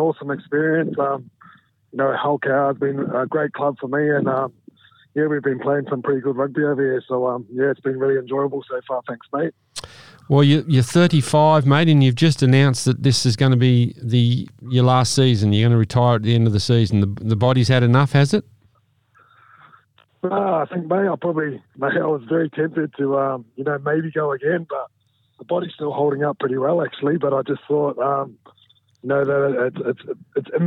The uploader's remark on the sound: calls in from across the pond